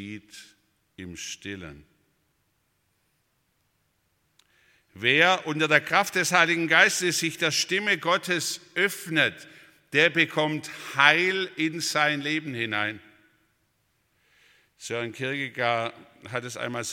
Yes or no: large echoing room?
yes